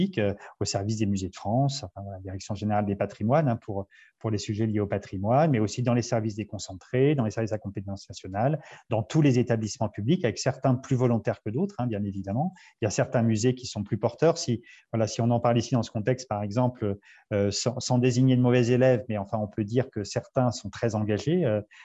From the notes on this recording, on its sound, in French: Séance enregistrée sur Zoom